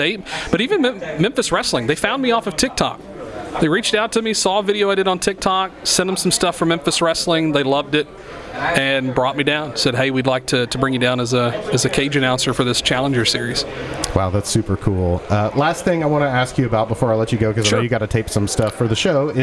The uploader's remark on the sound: on location at The WrestleCenter